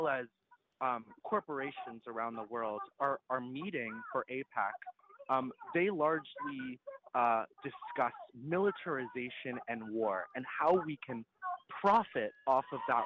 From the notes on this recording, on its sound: Live from the Scene. On today’s live show we preempted all of our normal coverage to go straight to the San Francisco Bay Bridge where protesters blocked all traffic in the westbound direction. KPFA.